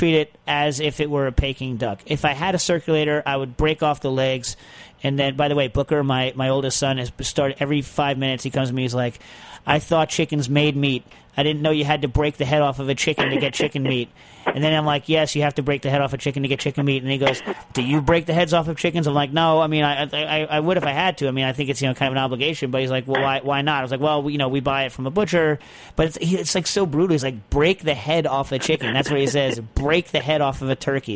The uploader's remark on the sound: Is in the comforts of Southern California. Does join by phone.